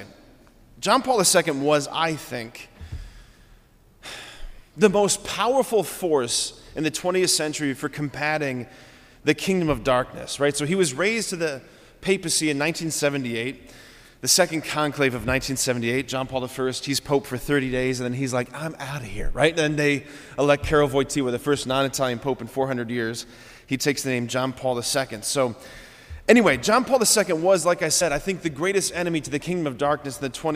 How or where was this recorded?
large echoing room